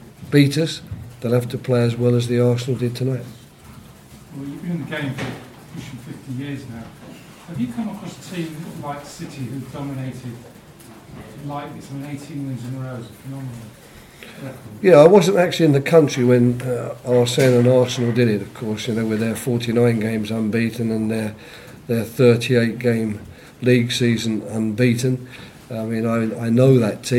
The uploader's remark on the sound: post-match press conference at Selhurst Park